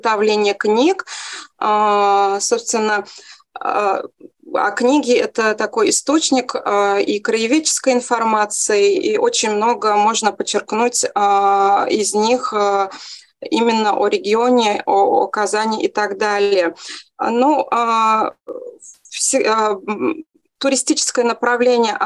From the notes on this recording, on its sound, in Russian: Видеозапись вебинара